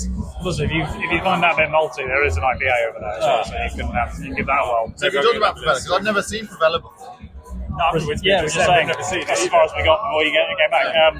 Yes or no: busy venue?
yes